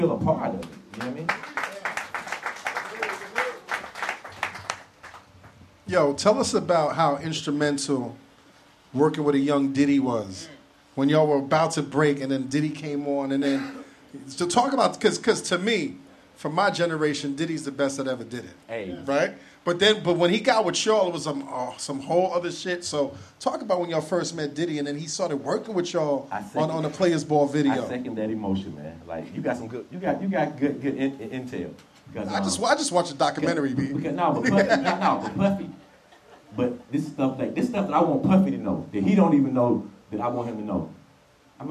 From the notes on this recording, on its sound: we take our talents down to Atlanta for a live show